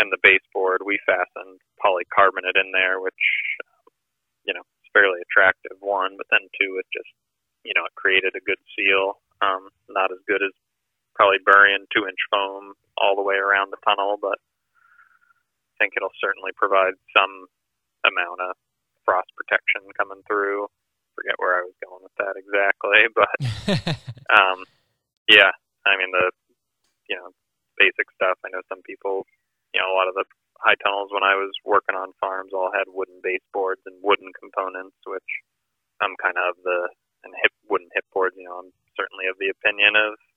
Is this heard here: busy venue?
no